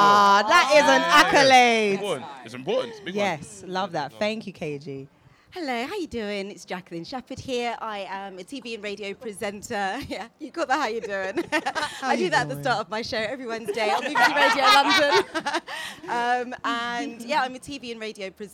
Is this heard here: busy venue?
yes